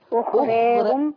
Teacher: ورا الراء زي كلمة أخراهم أيوة. الراء هنا مش وراها ألف ورش يمسك الراء والألف دول يميل بيهم شوية · Term: ذوات الراء